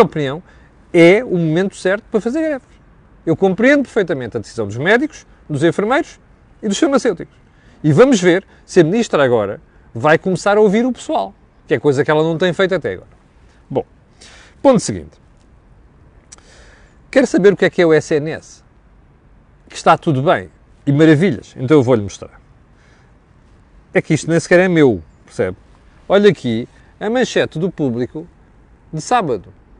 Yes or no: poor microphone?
no